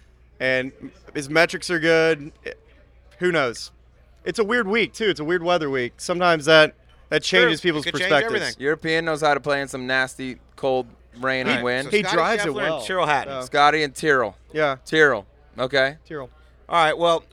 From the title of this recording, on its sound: Subpar Live from Augusta